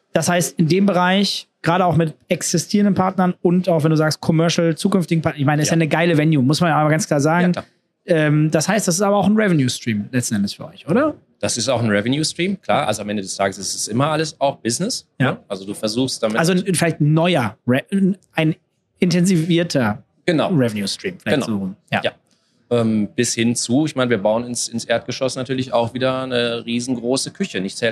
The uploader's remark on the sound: IEM Cologne Live